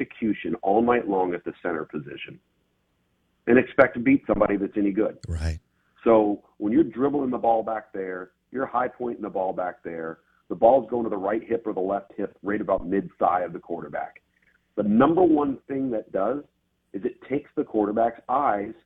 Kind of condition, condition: link, phone line